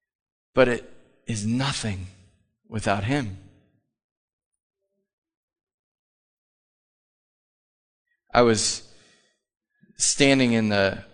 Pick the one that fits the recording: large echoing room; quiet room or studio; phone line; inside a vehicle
large echoing room